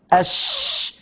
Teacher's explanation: واحد، اتساع المخرج من وسط اللسان، اتساع المخرج مع صفتي الهمس والرخاوة، فيجري فيها النفس والصوت من أوسع مكان في اللسان · Term: صفة التفشي